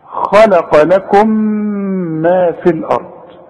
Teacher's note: التقت ميم ساكنة بميم متحركة فبندغم هنا، ولازم نغن بمقدار حركتين، غن بمقدار حركتين.